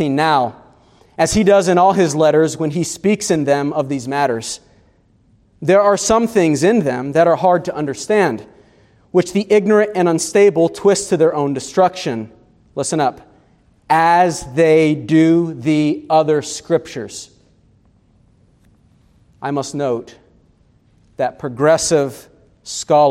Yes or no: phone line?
no